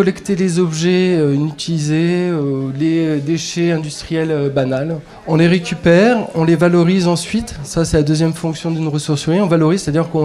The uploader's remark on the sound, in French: Reportage de terrain sur la Gratiféria ( Marché gratuit ) du 04 Mars 2018 organisée par les Colibris de l'Uzège à Vallabrix.